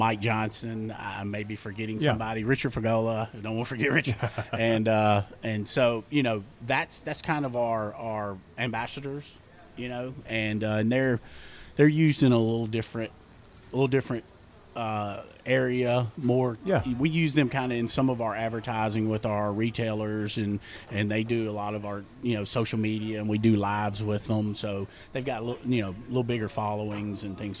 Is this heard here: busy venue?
yes